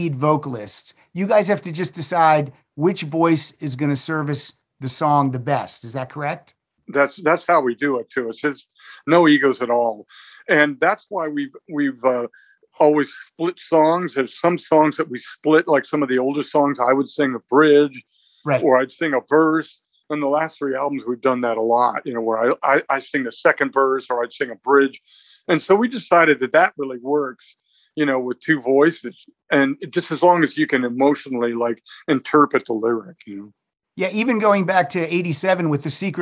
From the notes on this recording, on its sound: the Zoom Room